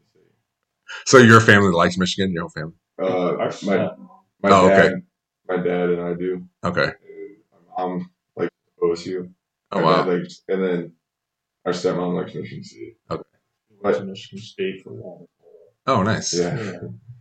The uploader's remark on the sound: The audio is not good for this episode.